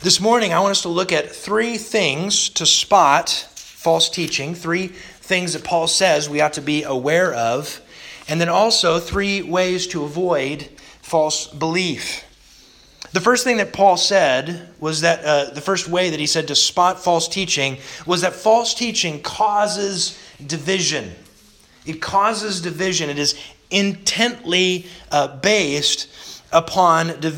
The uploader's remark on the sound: Sermon delivered August 15th, 2021 to the Galena Bible Church